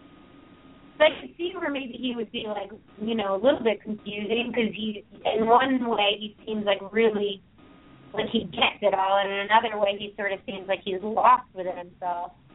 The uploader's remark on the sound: open up the lines for listeners to call in to ask questions